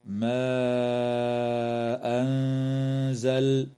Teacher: وتمد الألف في قوله تعالى ما أنزل من قبيل المد المنفصل بمقدار 4 أو 5 حركات